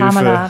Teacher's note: Kamala, der Druck auf die erste Silbe